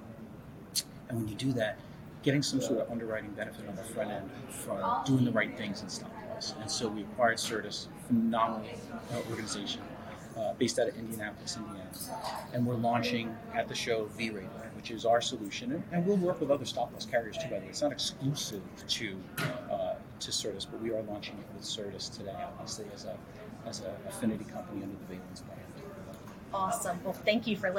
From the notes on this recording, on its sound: Live at the SIIA 2022 Engage Conference.